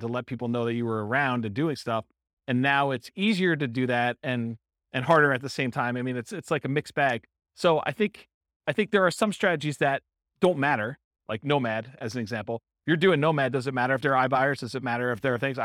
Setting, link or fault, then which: setting, live audience